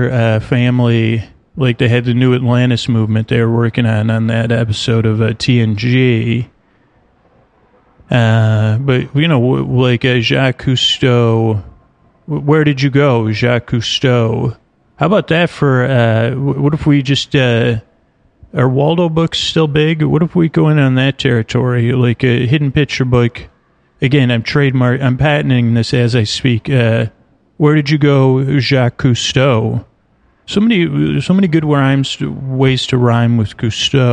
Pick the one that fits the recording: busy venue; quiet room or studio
busy venue